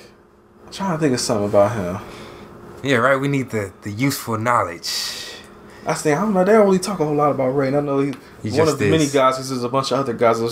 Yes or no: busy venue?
no